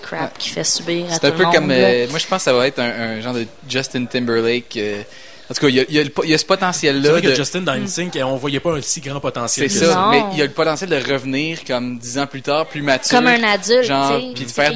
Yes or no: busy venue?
yes